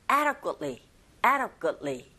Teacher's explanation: adequately가 아니라 역시 t 사운드가 거의 안 들리죠